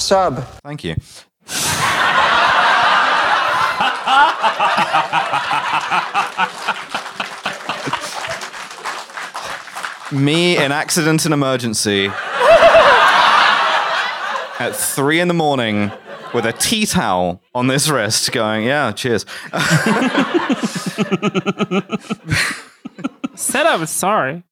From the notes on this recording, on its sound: Recorded live at the Streatham Space Project.